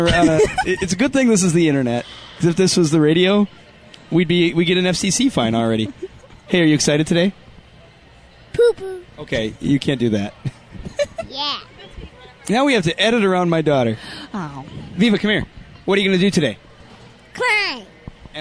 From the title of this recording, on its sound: Live from First Ascent Chicago